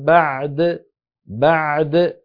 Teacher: فنأتي بعين ساكنة بعدها دال مقلقلة